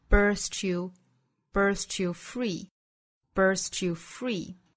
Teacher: birthed you 之间的连读同化，连读出小的 ch 的发音